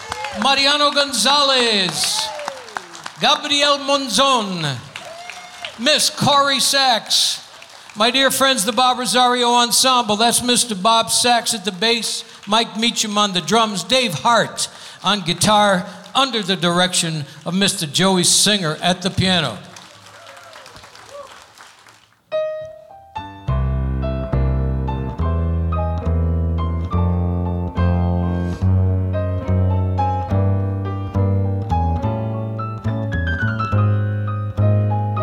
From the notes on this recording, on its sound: Live at the South Point Casino